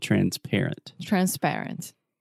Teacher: the stress is on the middle syllable